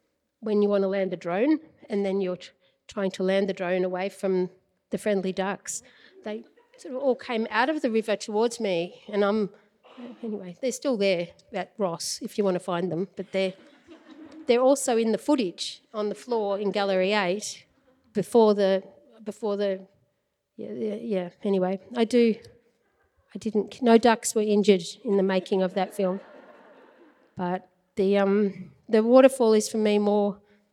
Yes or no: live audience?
yes